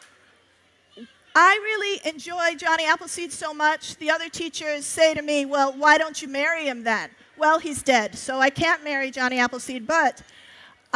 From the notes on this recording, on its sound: On the Family Storytelling Stage at the 2012 Library of Congress National Book Festival. 2012 National Book Festival.